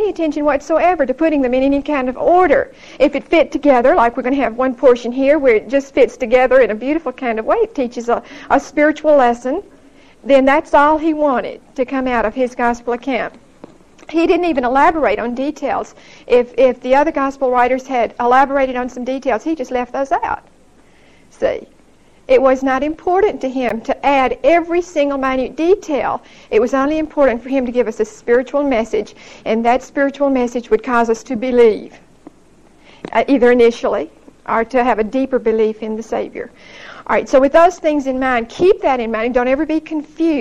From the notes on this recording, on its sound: Recorded 9/23/1975 at Whitesburg Baptist Church.